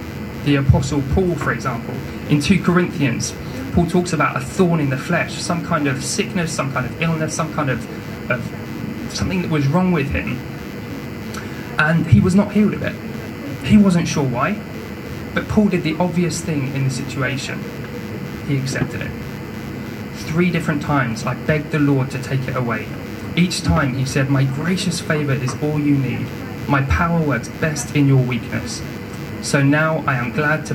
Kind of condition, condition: fault, poor sound quality